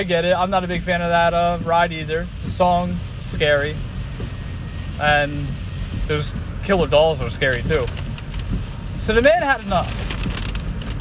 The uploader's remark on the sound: During today’s episode I was in a nor’easter driving on my way home and it was scary! If I sound like a robot and I’m stuttering that’s why.